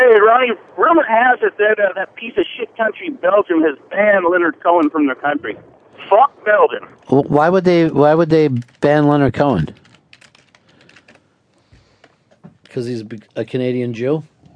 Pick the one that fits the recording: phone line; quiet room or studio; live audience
phone line